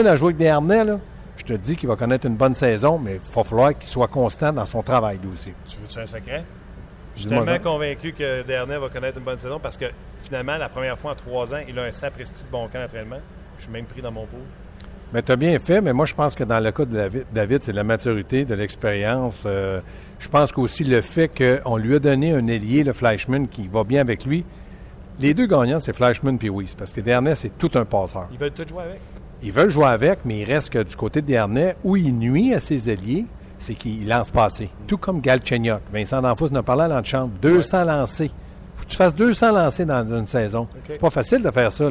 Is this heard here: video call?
no